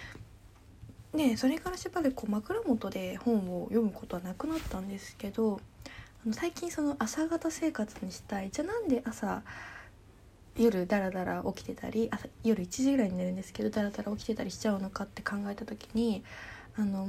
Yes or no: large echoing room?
no